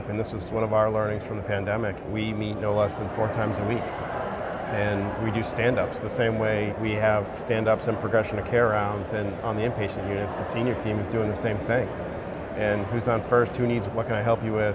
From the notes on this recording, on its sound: it’s an Interview in Action live from CHIME’s Fall Forum